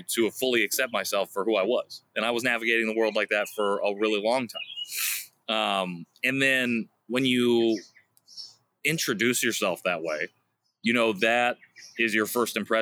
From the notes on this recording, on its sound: The Backyard Series. Kicks off June with a brand new series in his backyard! It IS the first time he's recorded outside (the first of many, maybe?).